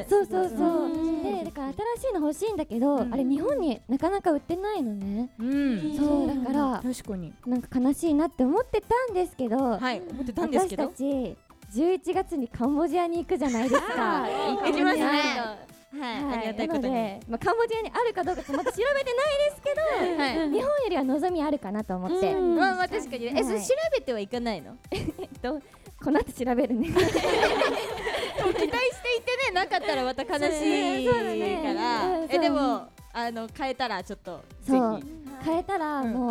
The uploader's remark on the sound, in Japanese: RKBカラフルフェス2023公開収録。